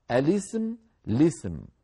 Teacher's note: ولنا أن نقول الاسم بلام مكسورة من غير همزة قبلها اعتدادا بالعارض